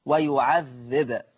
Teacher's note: لما الباء تسكن هتبقى مقلقلة